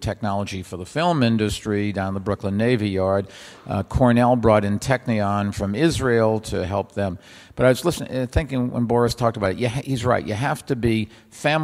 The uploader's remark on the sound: Recorded at CityLab 2015 in London.